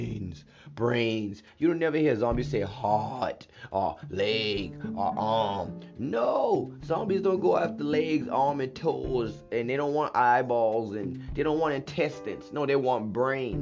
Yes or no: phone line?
no